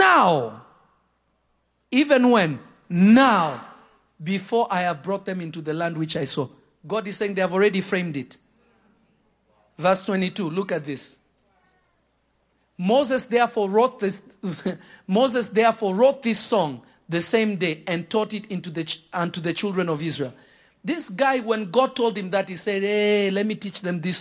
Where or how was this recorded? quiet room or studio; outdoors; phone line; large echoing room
large echoing room